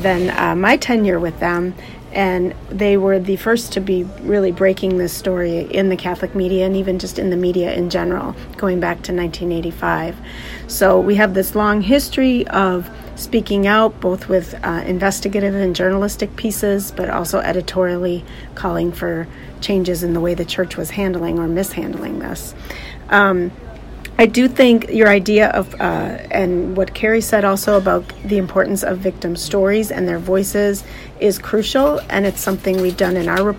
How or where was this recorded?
busy venue